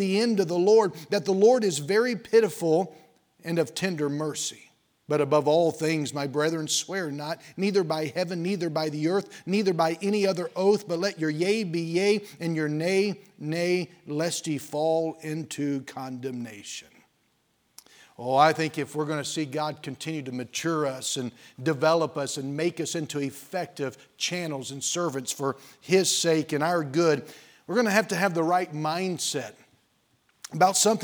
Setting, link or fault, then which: setting, large echoing room